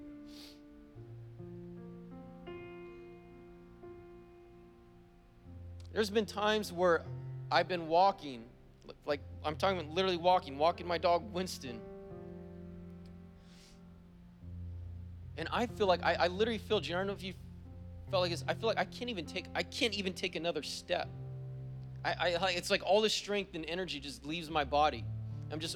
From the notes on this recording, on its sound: Was preached on December 12th at the 10AM service.